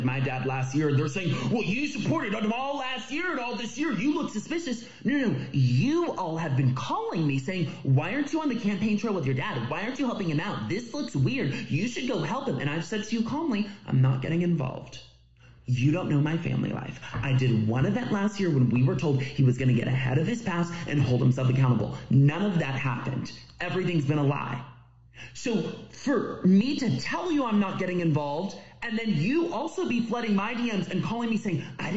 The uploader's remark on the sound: Gremlins got into our original audio recording, and while we did our best to repair some of the damage, we could not restore it completely.